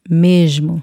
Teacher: An S right before an M or a D seems to sound like a J in Portuguese, z, like or the letter S in the word measure in English.